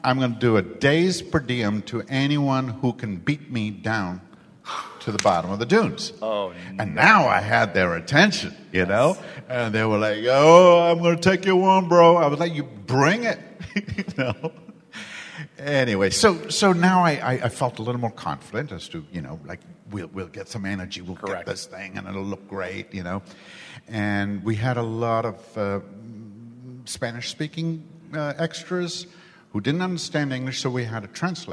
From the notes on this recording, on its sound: Please note, as this was a LIVE, on-site event, the audio is not fully optimized for this podcast.